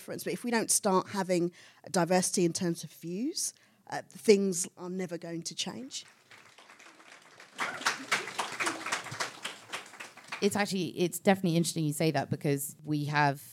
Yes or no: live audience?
yes